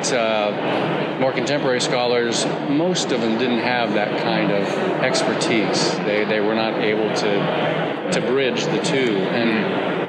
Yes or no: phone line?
no